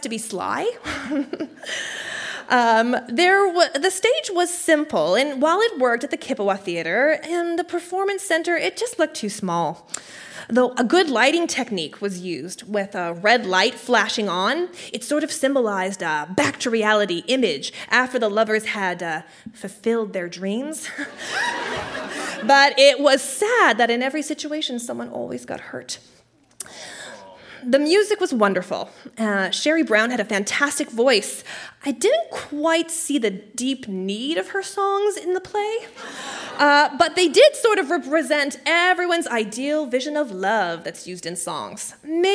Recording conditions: live audience